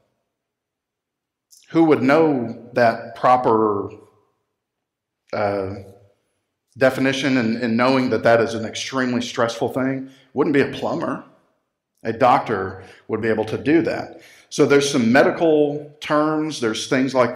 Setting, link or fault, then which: setting, large echoing room